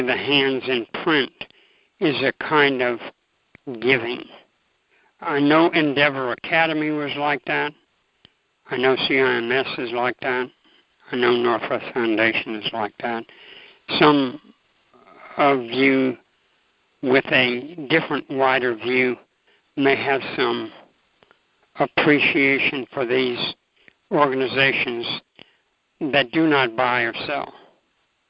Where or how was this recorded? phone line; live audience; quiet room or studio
phone line